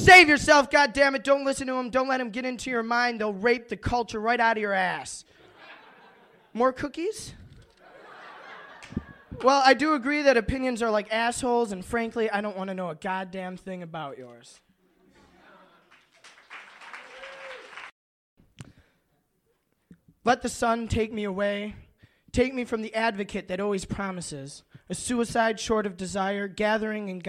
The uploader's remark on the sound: Part 1 of the Kzoo Poetry Slam from February 2000 includes the open-mic